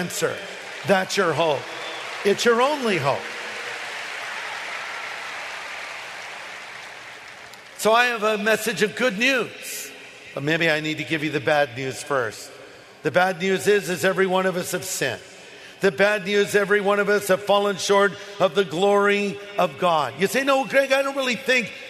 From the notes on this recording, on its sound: This message was originally delivered at the SoCal Harvest in Anaheim, California on Sunday night, August 25, 2013.